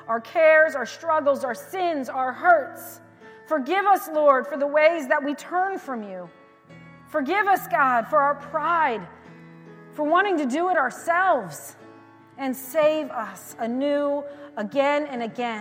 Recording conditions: large echoing room